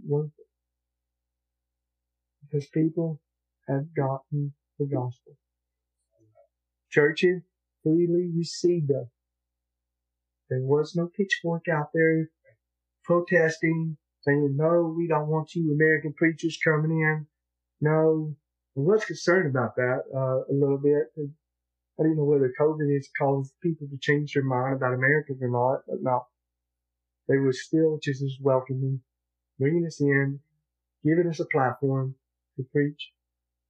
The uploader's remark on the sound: Audio Quality is not as good because of technical difficulties with the lapel audio. Used the Choir Mic audio for the sermon.